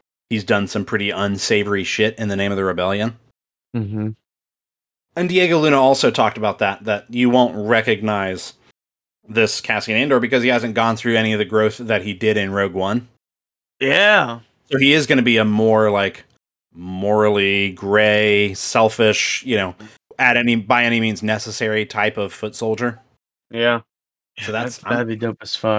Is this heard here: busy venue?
no